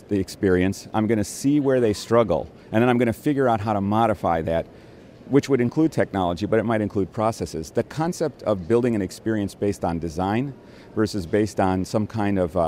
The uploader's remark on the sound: LIVE from #HiMSS17